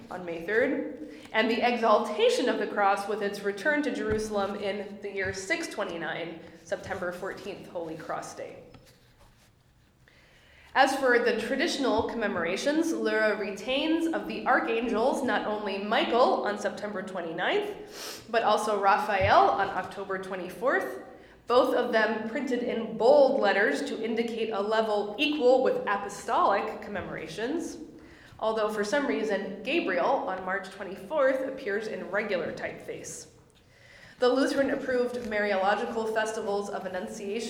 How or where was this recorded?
live audience